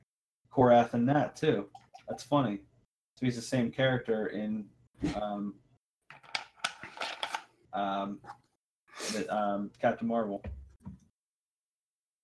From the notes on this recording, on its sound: Stepisode 28 is an excellent lesson for how not to record a podcast.